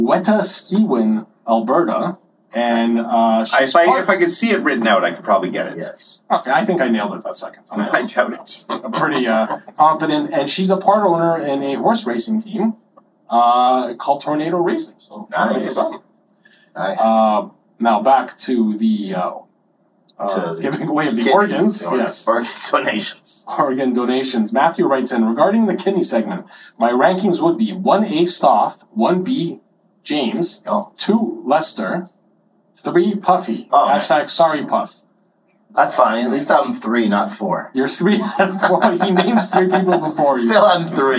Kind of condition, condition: fault, phone or laptop microphone